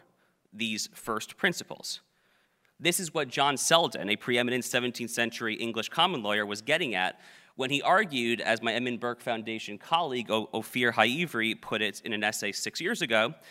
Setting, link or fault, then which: setting, live audience